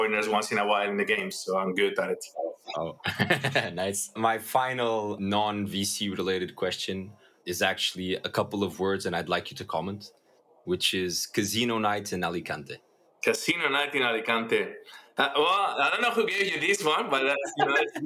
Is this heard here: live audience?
no